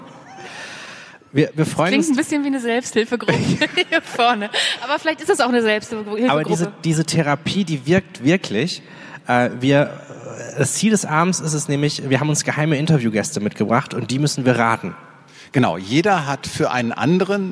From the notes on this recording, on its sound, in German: Das digitale #Quartett live on stage.